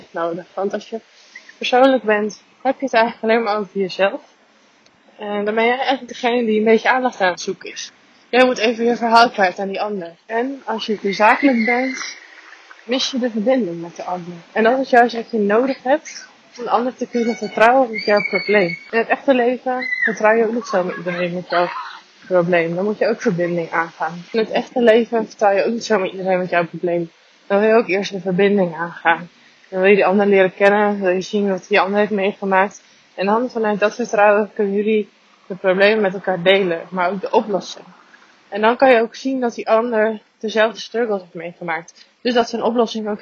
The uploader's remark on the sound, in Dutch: Mijn excuses voor het geluid. Het is niet al te best.